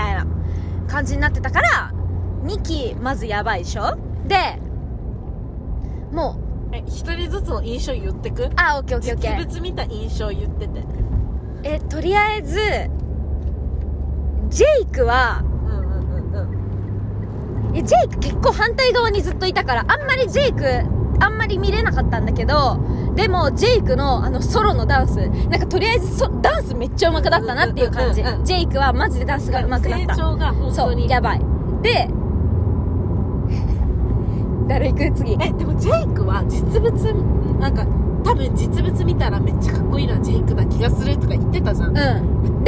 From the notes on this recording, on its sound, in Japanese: 帰り道で録音してよかった！